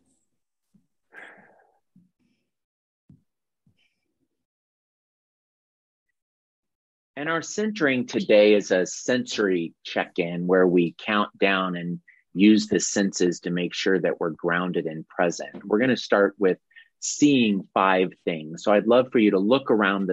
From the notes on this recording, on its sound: This is the audio replay of the monthly Zoomy Zoom I do with my UROCK (Patreon) Peeps